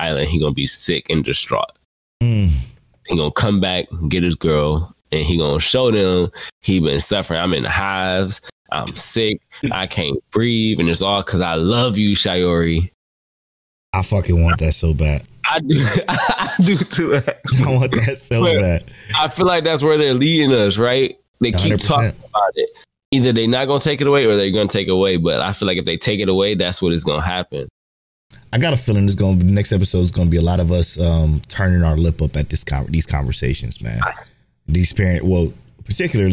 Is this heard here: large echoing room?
no